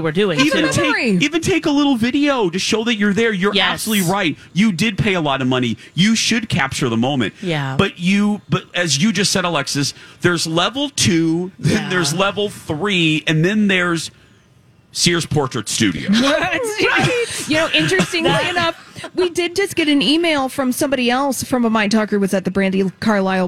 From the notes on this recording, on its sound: At The MN State Fair.